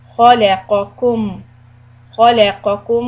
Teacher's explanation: The word Khalaqa, heavy, soft, heavy. So make sure we say the heaviness of it, Kha.